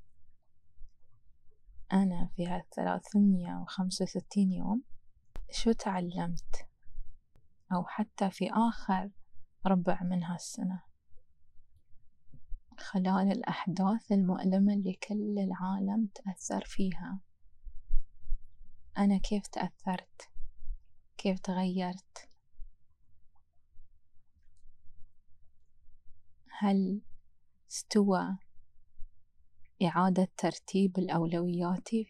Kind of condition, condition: fault, wind noise